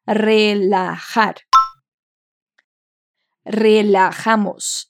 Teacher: Lembra sempre que a pronúncia do R é bem vibrante e o J tem esse som de RR do português